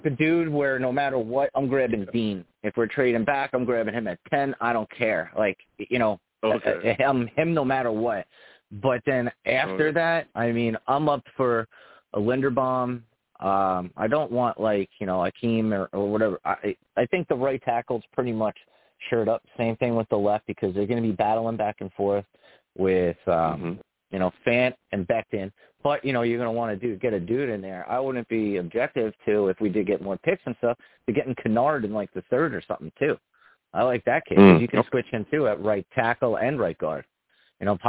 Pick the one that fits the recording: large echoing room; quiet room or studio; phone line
phone line